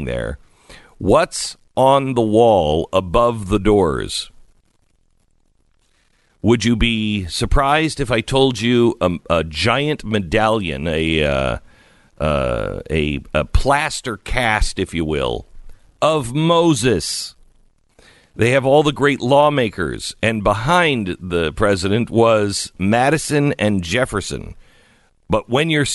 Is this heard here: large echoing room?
no